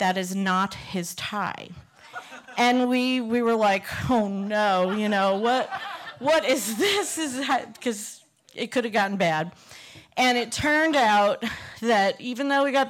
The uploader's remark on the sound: This story was recorded live in 2018 in Provincetown, Massachusetts.